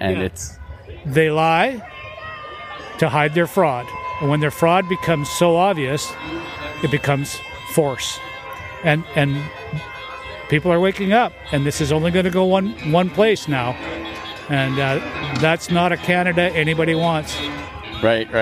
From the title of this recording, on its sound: at the Sept.1 Rally